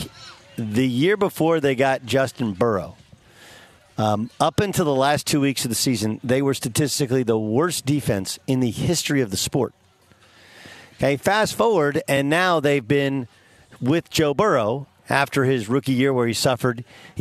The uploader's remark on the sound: LIVE from Chargers training camp in Costa Mesa, CA